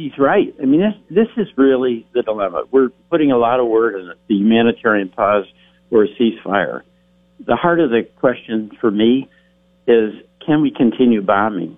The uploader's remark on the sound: Calls. From Washington.